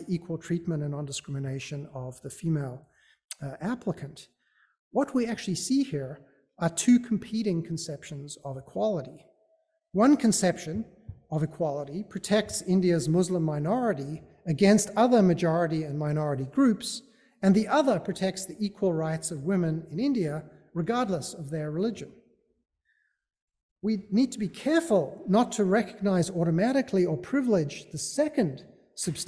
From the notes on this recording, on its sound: Recording of a lecture delivered on July 12, 2023. As part of the Graduate Institute Summer Lecture Series.